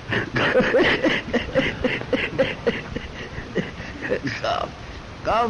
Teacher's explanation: قاف اون آخر زبان، زبان خودت آخرش دیدی یک دوتا زبانه کوچیکی هست اونجا اونجا آینه رو دیگه نگاه کن، اون آخر زبان که دیگه به کام است اونجا جای قاف است، مخرج قاف اونجایه